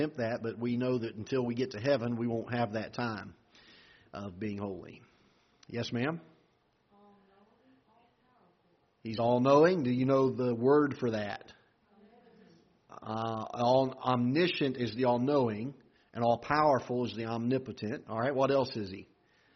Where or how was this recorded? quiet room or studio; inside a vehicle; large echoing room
large echoing room